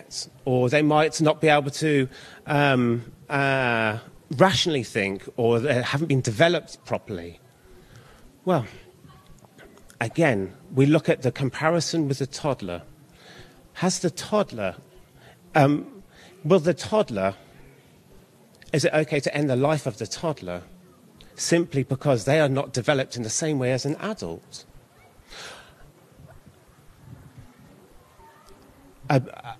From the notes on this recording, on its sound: This talk was given at New Dawn 2023, a conference held annually at the Catholic National Shrine of Our Lady of Walsingham.